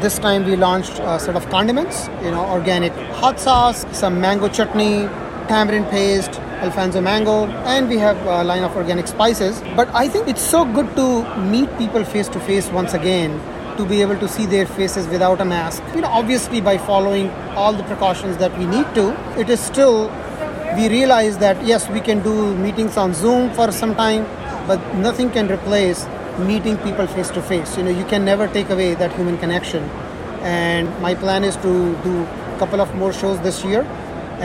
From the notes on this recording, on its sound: sound bites taken on the floor of Expo West